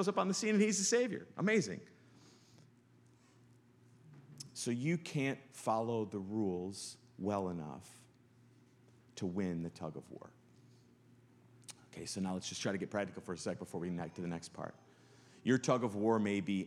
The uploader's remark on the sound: Sunday sermon. Live from good news in the neighborhood, a new church. In the nw suburbs of chicago.